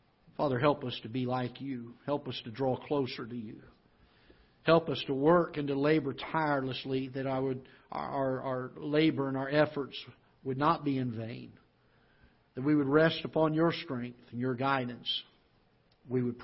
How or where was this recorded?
large echoing room